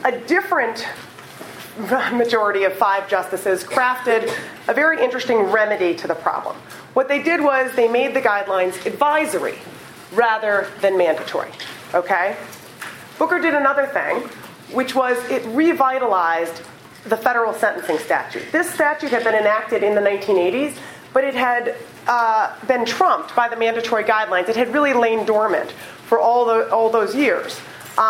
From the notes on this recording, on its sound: Recorded on April 13, 2015, as part of the Chicago’s Best Ideas lecture series.